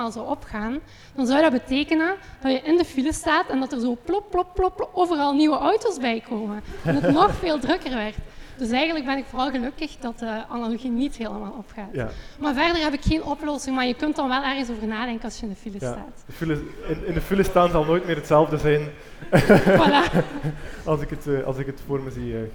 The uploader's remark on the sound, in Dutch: Dat was de vraag tijdens een panelgesprek van Eos Wetenschap op het Nerdland Festival.